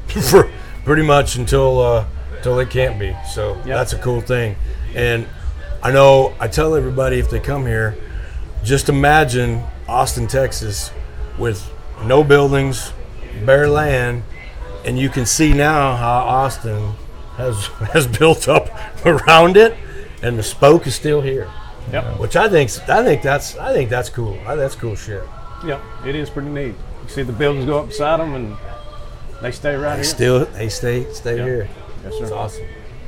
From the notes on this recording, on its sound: LIVE AT THE BROKEN SPOKE SALOON.